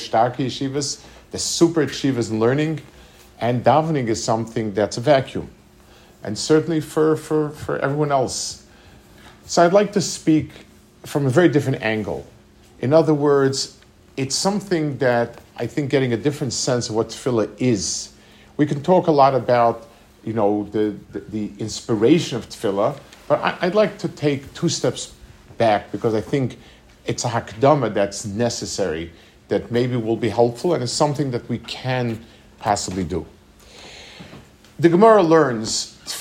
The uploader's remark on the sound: Delivered at the YU Community Kollel in Los Angeles. Delivered at the YU Community Kollel in Los Angeles.